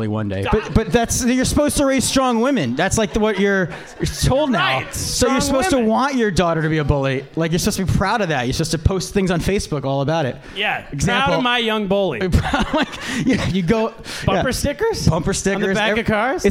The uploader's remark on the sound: Live Podcast. Live from Stand Up NY!